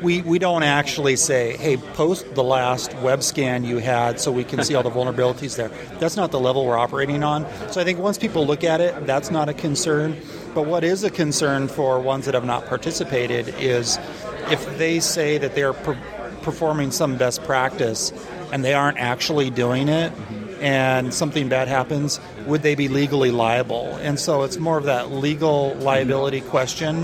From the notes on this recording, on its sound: recorded in London on 24th April during InfoSec 2013